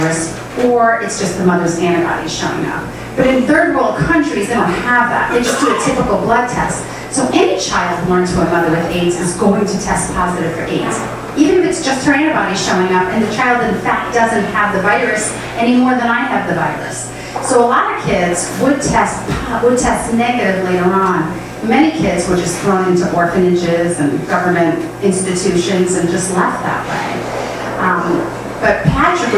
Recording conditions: busy venue